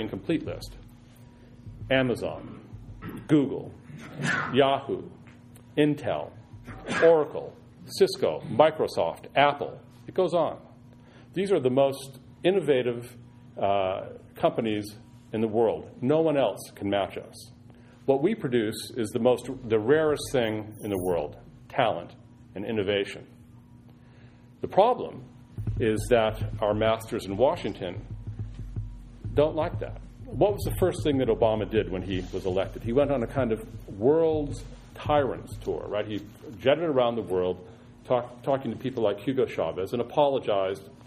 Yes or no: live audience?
yes